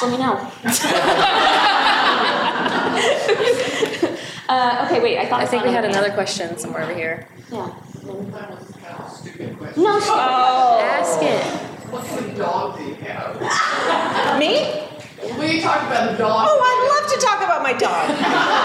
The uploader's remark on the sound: A recording of our live show from The Bookshelf’s September Reader Retreat. We hope you'll visit beautiful Thomasville, Georgia.